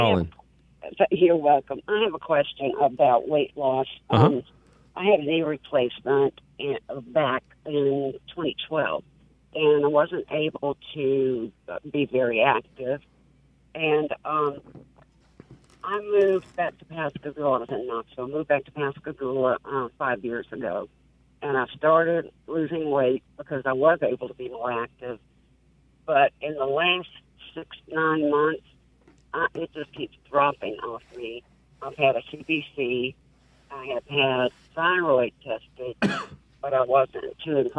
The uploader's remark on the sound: questions called in by listeners